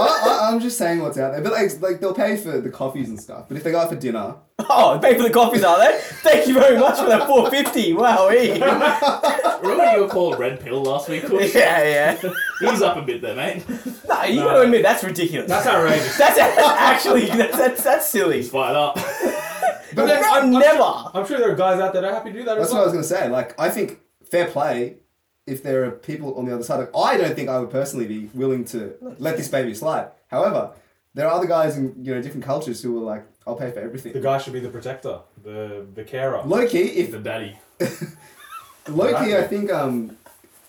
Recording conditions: poor sound quality